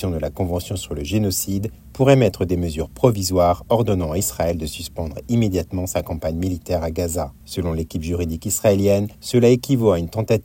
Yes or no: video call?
no